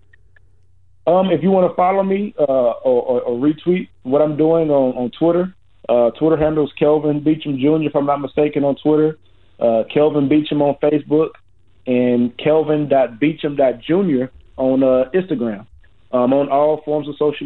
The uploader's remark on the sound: joins us on the phone